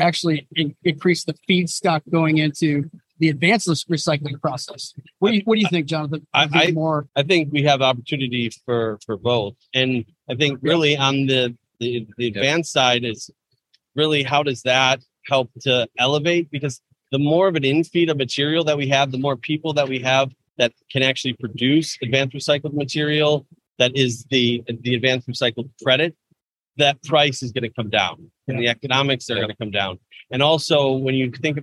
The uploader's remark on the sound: Live from Pack Expo